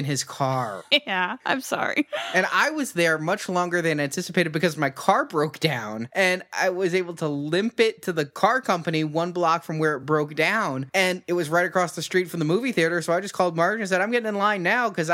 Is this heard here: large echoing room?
no